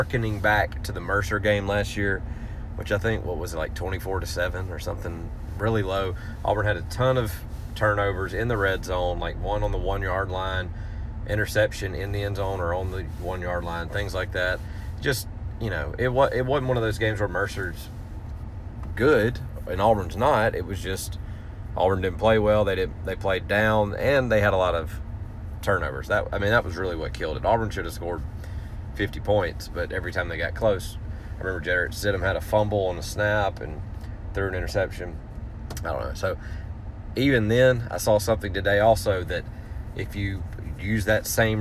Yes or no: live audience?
no